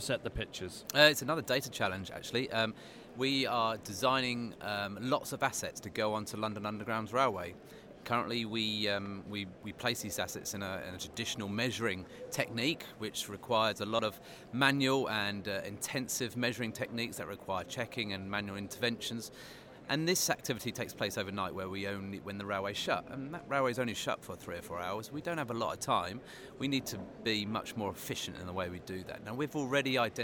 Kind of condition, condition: setting, busy venue